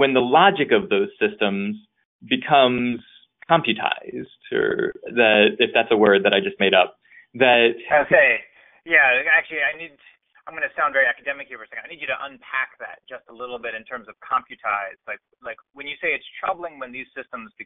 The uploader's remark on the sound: be warned the sound is not great